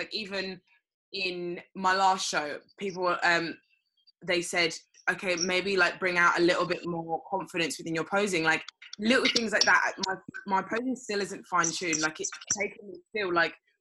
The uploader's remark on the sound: Apologies in advance for the audio on this one!